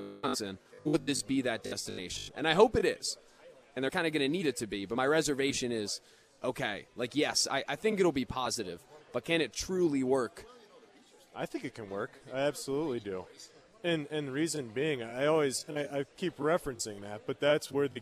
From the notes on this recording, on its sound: live from Monk's in Sun Prairie